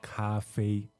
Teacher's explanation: So high and level, cafe. · Term: first tones